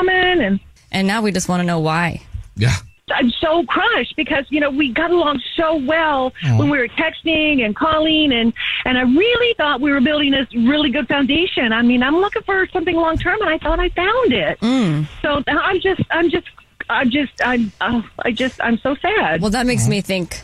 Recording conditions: phone line